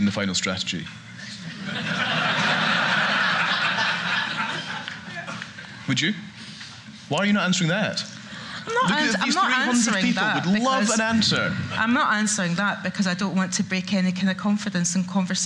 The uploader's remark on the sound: Energy Debate: Live. Joined in Aberdeen by an audience of 300.